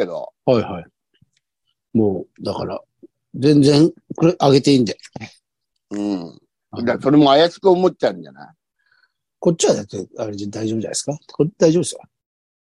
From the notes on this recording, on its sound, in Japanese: ZOOMで収録